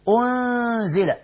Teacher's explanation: النون أصلا بتخفى وبيبقى منها بس الغنة بتاعتها · Term: الإخفاء